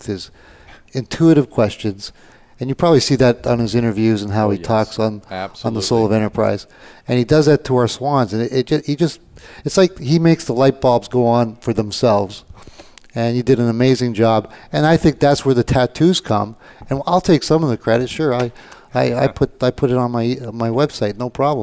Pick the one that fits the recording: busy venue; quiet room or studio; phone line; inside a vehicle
busy venue